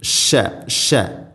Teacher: തഫഷി എന്നുള്ളൊരു സിഫത്തുണ്ട്, പരത്തി ഉച്ചരിക്കണം.